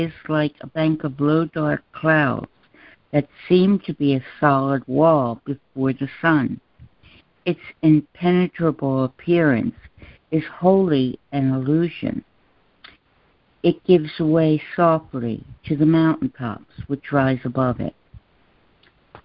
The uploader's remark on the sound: ACIM Daily Conference Call